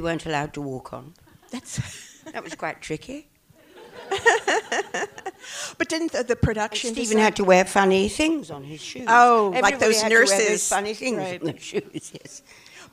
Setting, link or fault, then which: setting, live audience